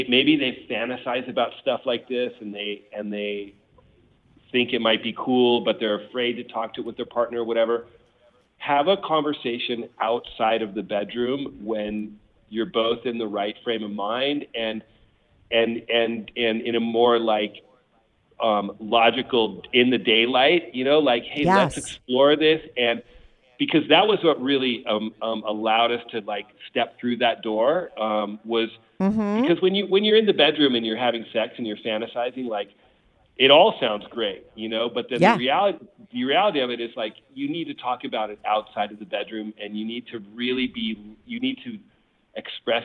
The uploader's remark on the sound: they both call in to talk all about it